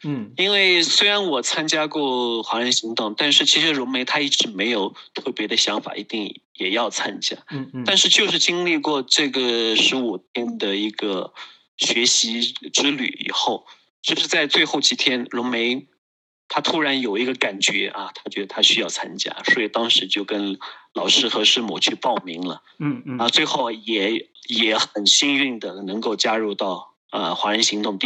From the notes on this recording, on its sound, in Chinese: 錄音地點 台灣新竹、雲南昆明。